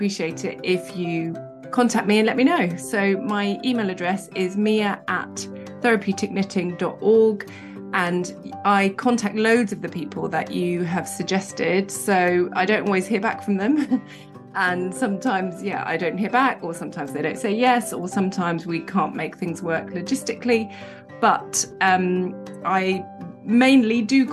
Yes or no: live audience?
no